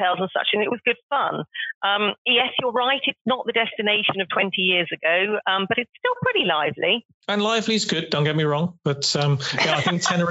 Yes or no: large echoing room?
no